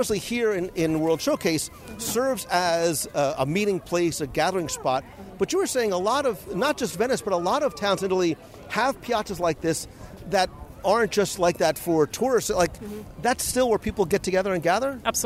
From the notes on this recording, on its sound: For this episode, I was joined by a friend from Italy who helps to compare and contrast the pavilion with the country. Recorded live as we wandered through the pavilion.